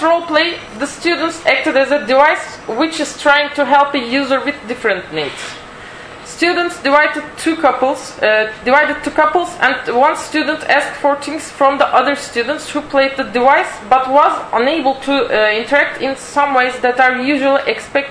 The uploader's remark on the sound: Audio from the Design Research Thinking Symposium [DTRS 2012] held at Northumbria University